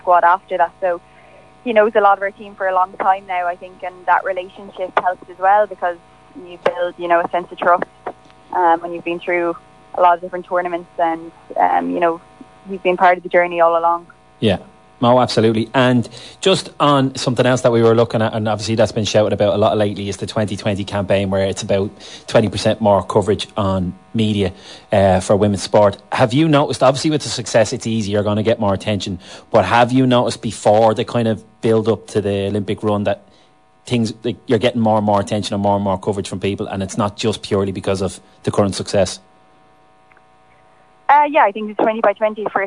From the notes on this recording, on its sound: joined us on the line